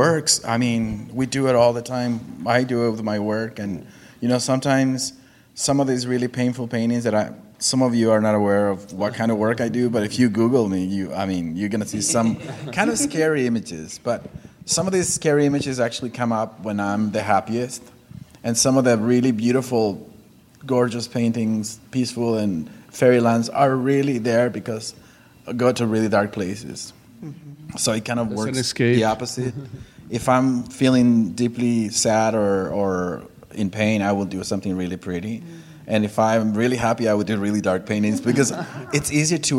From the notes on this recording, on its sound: Live Panel In San Francisco. Live audience panel discussion. This episode is filled with laughter.